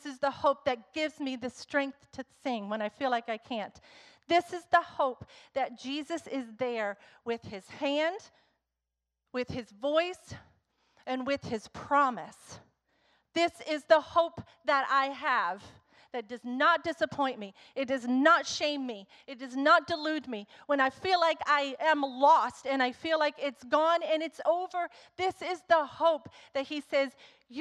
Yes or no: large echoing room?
yes